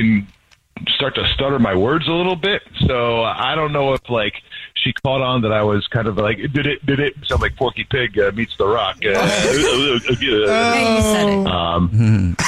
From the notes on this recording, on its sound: We get that other person on the phone